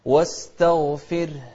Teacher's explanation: الغين المفخمة لكن التاء اللي قبلها ما لها شغل فيها، مرققة. واستغفر، شوف الراء لأنها ساكنة وقبلها كسر نرققها، نقول واستغفر، واستغفر.